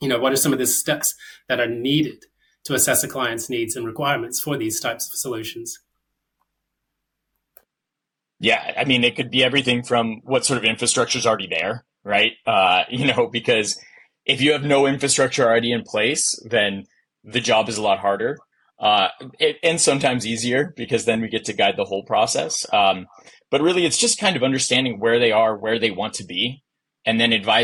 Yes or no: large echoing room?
no